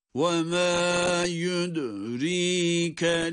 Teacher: Burada dal harfini cezimle okuduğumuz için kalkale sesi veriyoruz.